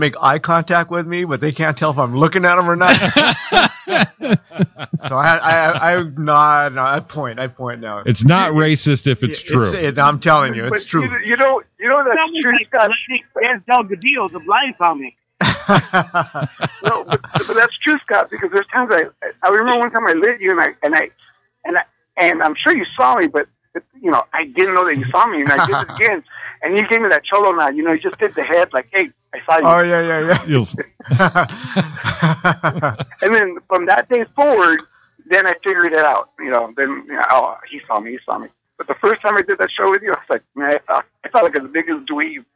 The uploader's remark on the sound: join in on the phone